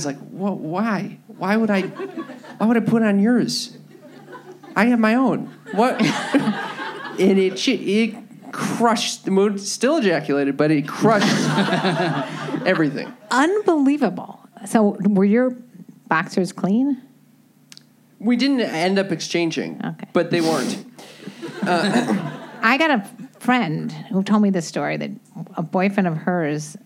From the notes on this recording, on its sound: Recorded live at the Hollywood Improv.